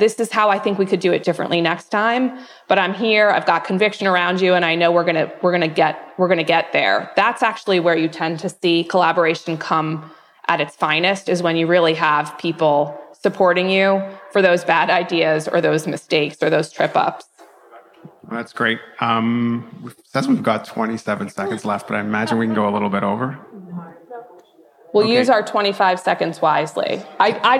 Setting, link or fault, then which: setting, busy venue